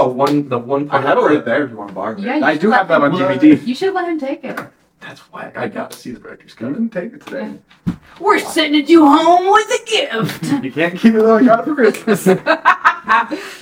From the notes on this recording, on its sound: First off id like to apologize for the sound quality, forgot to record with the mic